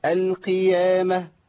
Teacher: القاف هنا مكسورة ضعيفة، فالكلمة كلها تخرج بهيئة، هيئة ترقيق · Term: أدنى مراتب التفخيم